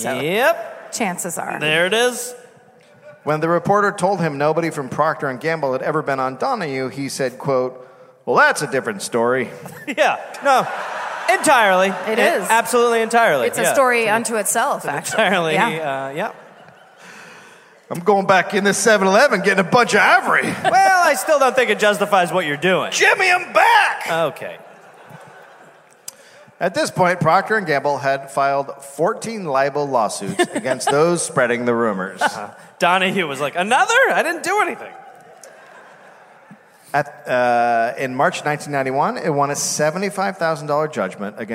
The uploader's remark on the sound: Live in LA